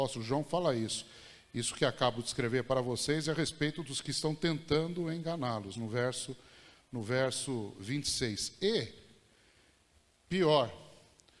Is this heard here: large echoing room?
yes